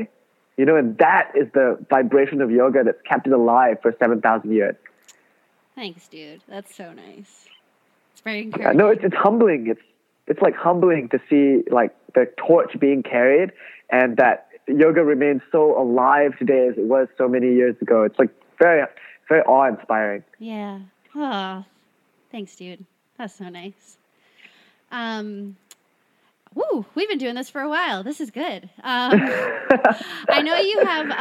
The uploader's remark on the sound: Over the phone